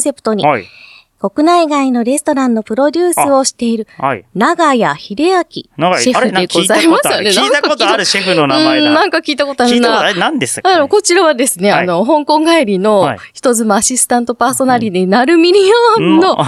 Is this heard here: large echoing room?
no